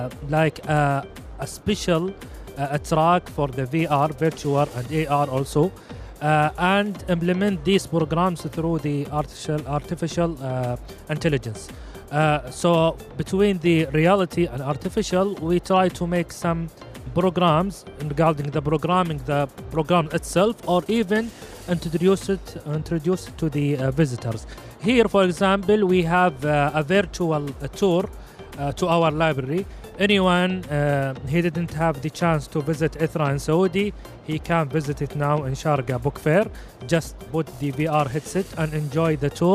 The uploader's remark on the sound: Live at SIBF 2023